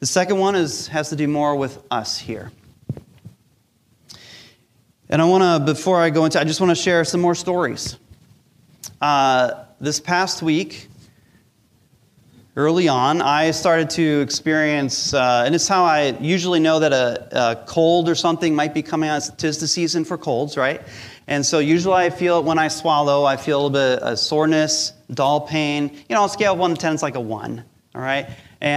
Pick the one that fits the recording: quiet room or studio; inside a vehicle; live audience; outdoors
live audience